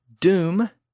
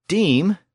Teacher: from doom to deem, we can hear that sound shift from the back vowel, u, to the front vowel, e.